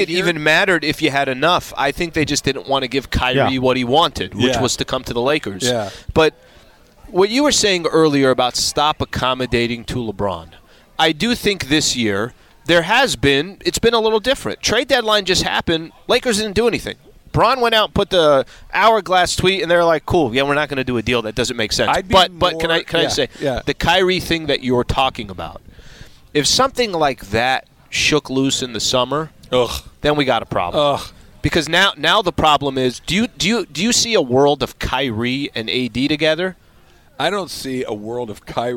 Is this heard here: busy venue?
yes